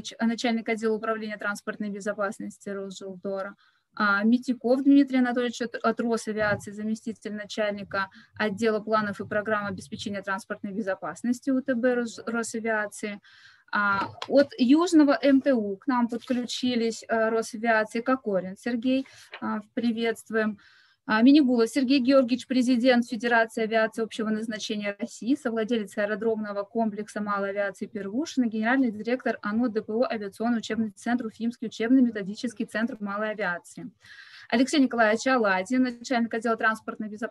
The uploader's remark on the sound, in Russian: Круглый стол в онлайн-формате